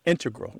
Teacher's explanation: Just to clarify here, both correct, but the mathematicians and math-using scientists are more likely to put, say, integral with the stress on the first syllable